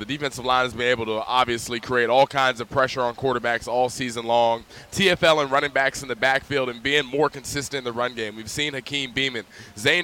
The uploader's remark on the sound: BWI Live: Penn State Football Tailgate Show- Homecoming vs. UMass. The show airs live, outside of the Bryce Jordan Center across the street from Beaver Stadium.